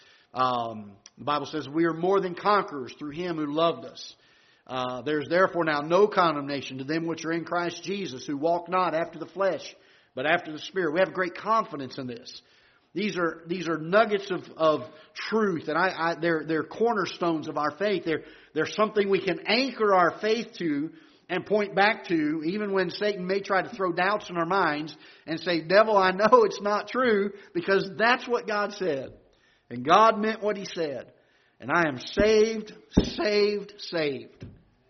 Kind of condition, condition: setting, large echoing room